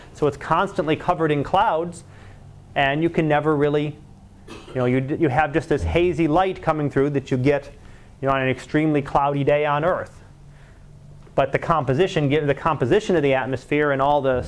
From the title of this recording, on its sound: Live Class Lecture